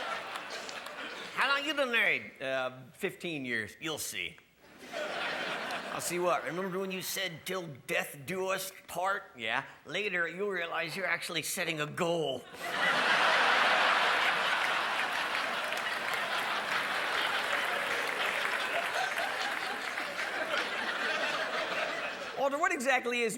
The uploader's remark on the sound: A comedy event that set the new standard for how truly awesome a comedy special can be. A live show that will have you on the floor laughing!